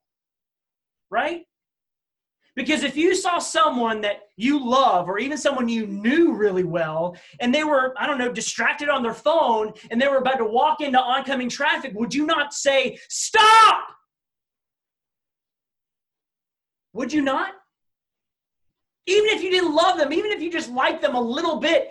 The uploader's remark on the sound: This message was presented on Wednesday August 12, 2020 during our Zoom Student meeting for Baymeadows Baptist Church.